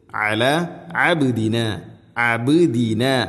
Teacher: ഐന് തൊണ്ടയുടെ മധ്യഭാഗമാണ് അതിൻ്റെ മഖ്റജ്. ഐന് കൃത്യമായി മഖ്റജിൽ നിന്ന് തന്നെ ഉച്ചരിക്കണം.